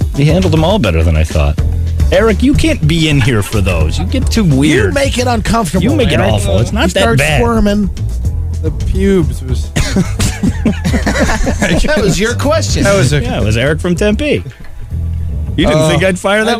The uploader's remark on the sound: on the phone